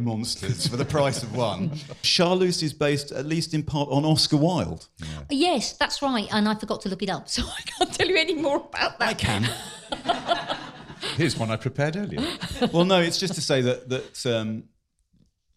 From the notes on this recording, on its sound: Which was recorded live at the London Library.